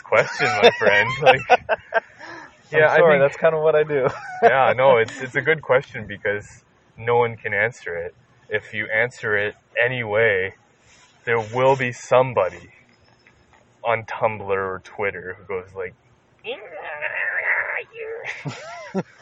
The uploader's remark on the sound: The episode is recorded outside so the audio quality isn't the best.